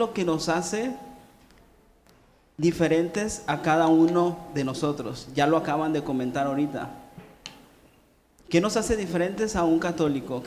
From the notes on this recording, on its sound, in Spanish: Este podcast fue grabado de un panel de preguntas y respuestas, esto en la reunión mensual de Juventud Zeteo.